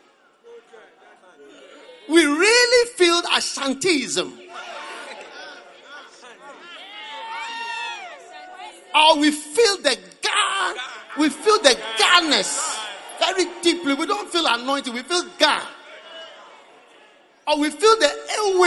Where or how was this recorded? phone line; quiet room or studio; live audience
live audience